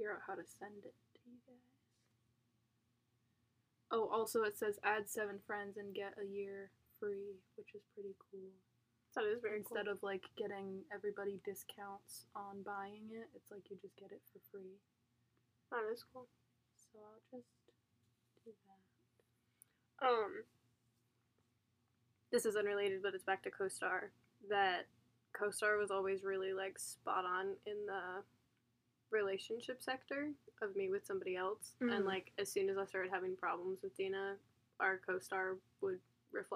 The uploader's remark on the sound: Apologies for audio quality and subsequently poor editing.